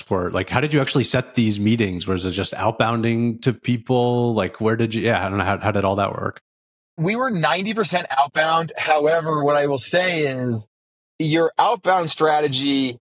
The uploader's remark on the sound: Talkin' Sales in a Pickup Truck. First-ever guest to call in from a pickup truck in Wyoming.